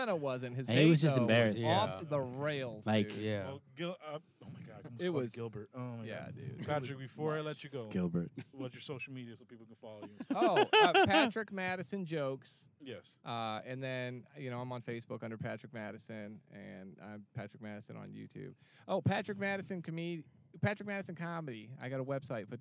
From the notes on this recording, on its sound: we are in the car